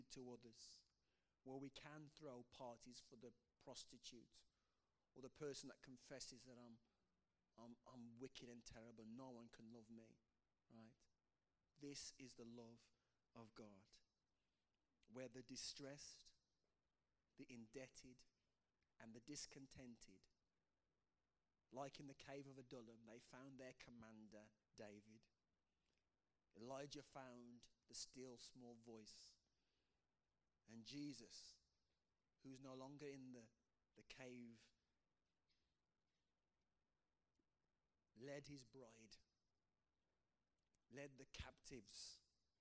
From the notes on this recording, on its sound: Passion of the Caves (quiet audio). Note - audio levels are quiet.